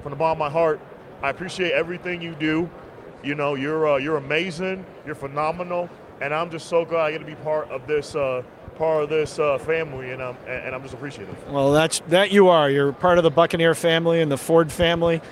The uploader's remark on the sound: Live from Super Bowl LVIII